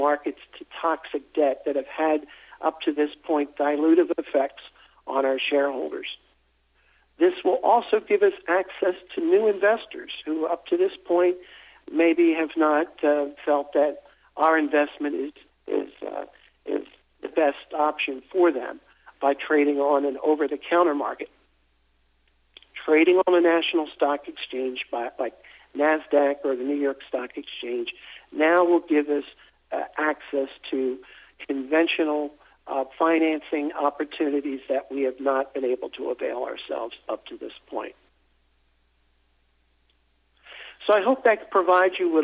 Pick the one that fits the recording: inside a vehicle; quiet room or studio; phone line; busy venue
phone line